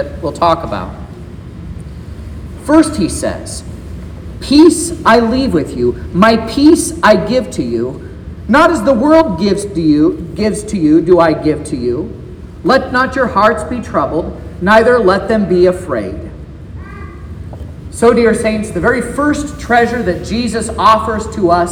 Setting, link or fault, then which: setting, large echoing room